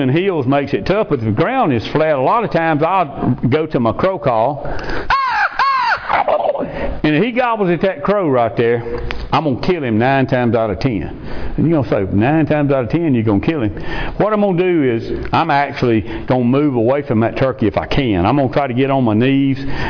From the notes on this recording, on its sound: NWTF Convention and Sport Show in Nashville, TN. I have highlights of seminars that I recorded as well as interviews with some of the exhibitors who were at the show.